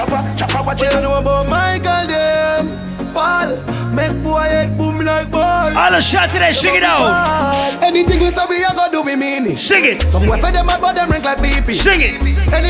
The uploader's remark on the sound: Live audio recording of my set at Island Saturdays on Oct 7 2023